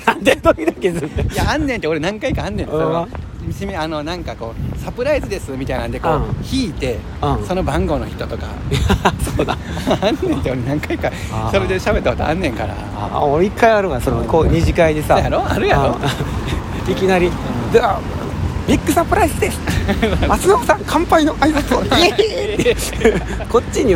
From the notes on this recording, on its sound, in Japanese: 本町駅 from Radiotalk。梅田から難波方面を歩きながらラジオ。